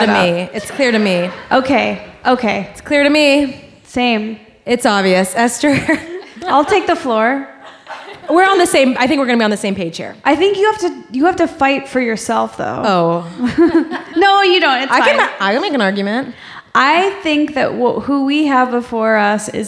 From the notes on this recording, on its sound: Glowing Up LIVE from San Francisco!!! On the third and final stop of their Sephora tour.